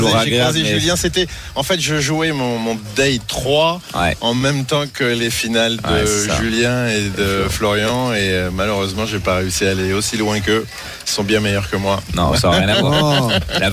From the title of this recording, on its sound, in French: en direct des WSOP à Las Vegas